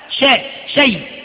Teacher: طيب فأقول لك في هذه الكلمة شيء وهي فيها وهي عبارة عن لين عارض للسكون لأن الياء ساكنة قبلها فتح شيء شيء فلين حرف لين قبله فتح وبعده سكون عارض فاسمه لين عارض للسكون